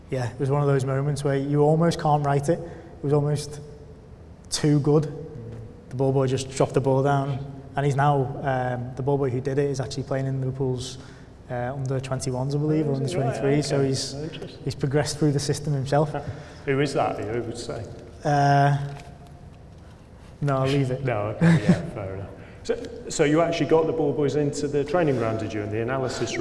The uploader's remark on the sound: In front of a live audience at Hudl's UK Football Conference at Loughborough University.